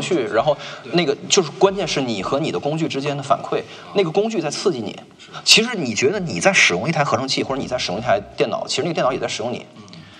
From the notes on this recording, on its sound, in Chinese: 贫道播客四月份在阿那亚参加声量The Power Of Voice。活动现场。